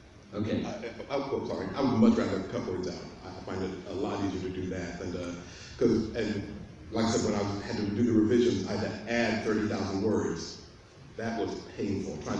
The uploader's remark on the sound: during the Genre Writing Panel at the Indy Author Fair held Saturday, October 14, 2017 at Central Library in Indianapolis